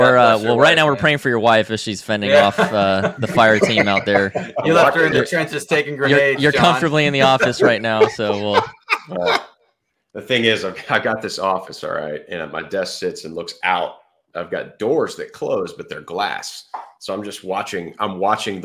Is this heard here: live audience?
no